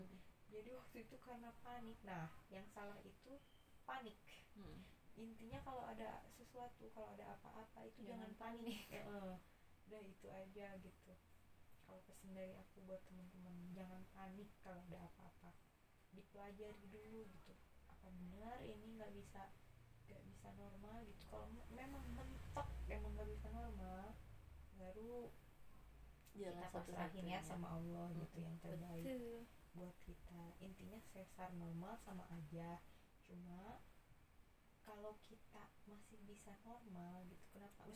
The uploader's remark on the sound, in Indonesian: Sebelumnya saya mohon maaf karena audionya kecil jadi harus pakai earphone huhu.